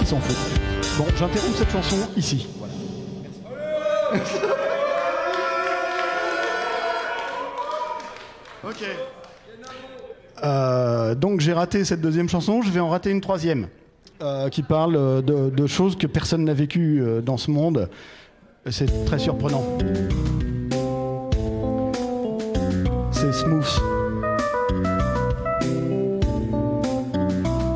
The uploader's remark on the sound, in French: Captation du concert. Au théâtre des 2 Rives, à Rouen, pendant l'occupation par le collectif Cultures en Lutte. Les instrus sont des midis joués par le téléphone.